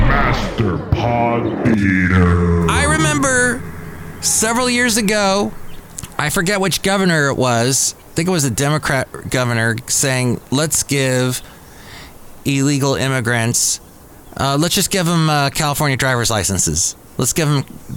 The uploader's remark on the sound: podcasts live from Café Anyway